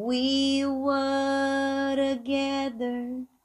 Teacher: Olha together também ficando com som de R por causa do final da palavra were. You talk to her when we were together.